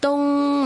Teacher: 冬你覺得可以一路好平咁去到好遠，無限延長都得嘅 · Term: 平声